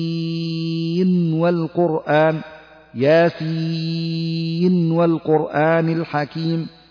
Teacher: تقرأ بإظهار النون من كلمة ياسين عند إيصالها بكلمة والقرآن فتقول ويكون المد في سين مد لازم حرفي مخفف بمقدار 6 حركات